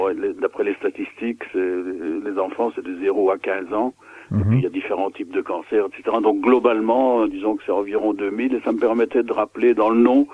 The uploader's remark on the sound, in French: reçoit par téléphone